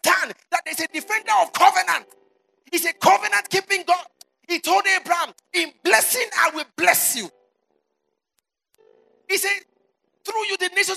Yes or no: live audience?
yes